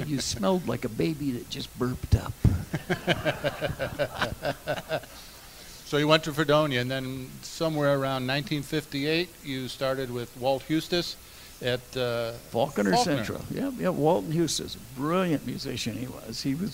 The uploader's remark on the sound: During a live performance at the Reg Lenna Center for the Arts Multimedia studios. Recorded in front of a live studio audience.